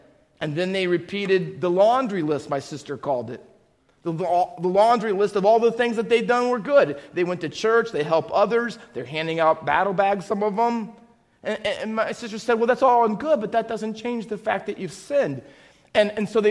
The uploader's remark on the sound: Faith Baptist Church in Hamilton, NJ.